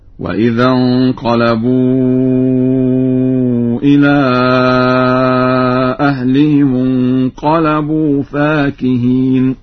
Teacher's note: قرأ ورش بألف بعد الفاء